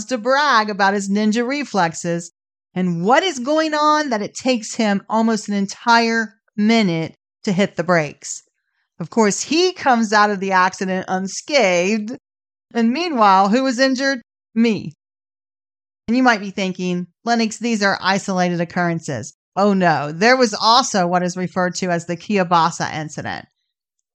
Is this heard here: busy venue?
no